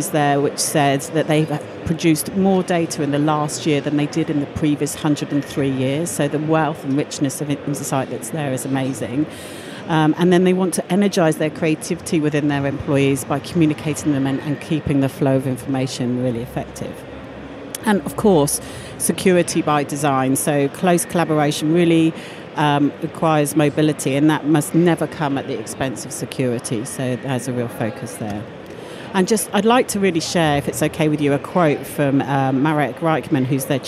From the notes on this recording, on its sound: The final episode of this special series that we recorded in partnership with Microsoft from their Future Decoded event in ExCeL, London.